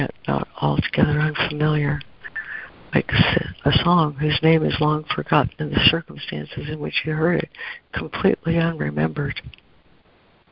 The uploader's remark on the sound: ACIM Daily Conference Call